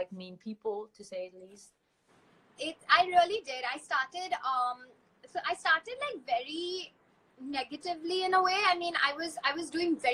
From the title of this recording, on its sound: Instagram Live